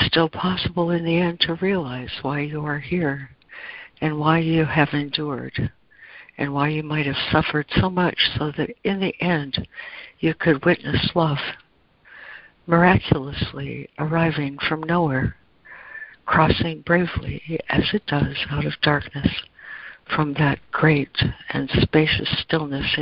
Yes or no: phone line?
yes